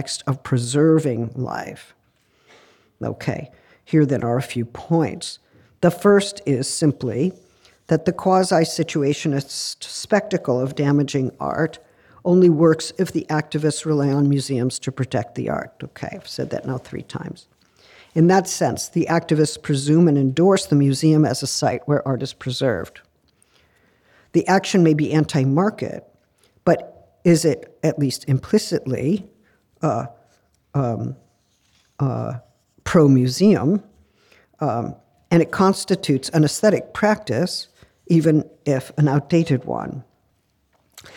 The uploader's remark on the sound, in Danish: Forelæsningen blev optaget på Københavns Universitet den 4.